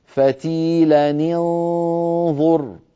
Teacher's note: النطق ساكنان نون التنوين من فتيلا والنون المخفاة من كلمة أنظر، فلا بد من كسر التنوين على قراءة حفص بن عاصم